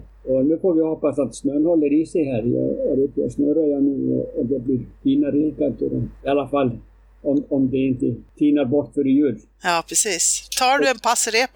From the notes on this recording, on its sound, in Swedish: Beklagar det ngt "svajiga" ljudet!